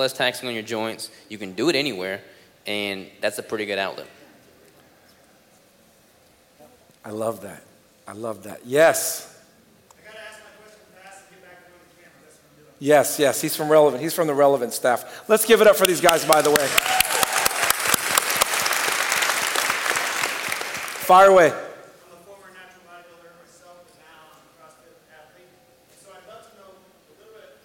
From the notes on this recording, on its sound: Today's podcast is the audio from the Fitness Panel at Keto Summit Omaha!